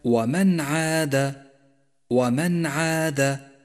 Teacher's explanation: خامسا، لاحظ حكم الإظهار عند قوله تعالى ومن عاد ومن عاد، جاءت النون الساكنة وبعدها حرف العين وهو حرف إظهار، والواجب هنا أن نظهر النون الساكنة وحرف العين من غير غنة أو تشديد